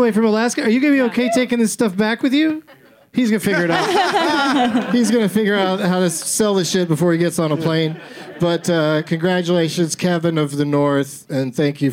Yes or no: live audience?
yes